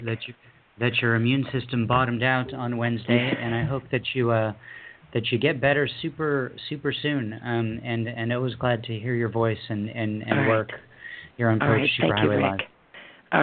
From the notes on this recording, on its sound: poets calling and reading their poems